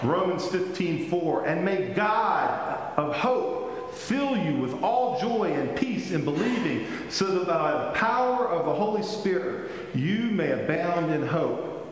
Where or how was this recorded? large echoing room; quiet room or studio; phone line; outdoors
large echoing room